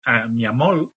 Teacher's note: la confusión de la L y la R implosiva